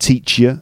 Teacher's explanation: because you is not fully stressed, it becomes a weak sound, and you becomes ya.